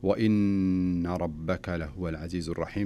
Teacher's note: فالنون هنا دائما ما تسمى بالنون المشددة تجويديا، وتغن بمقدار حركتين